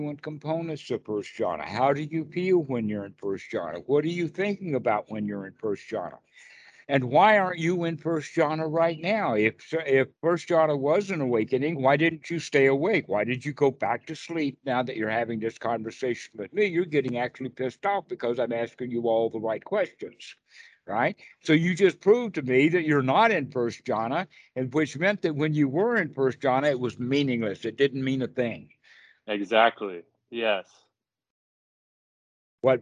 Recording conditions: video call